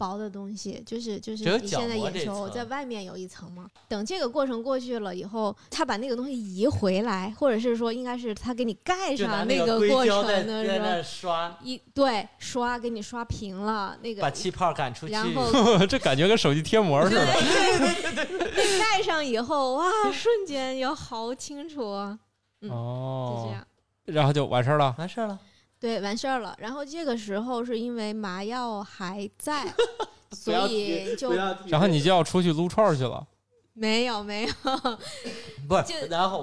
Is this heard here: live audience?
no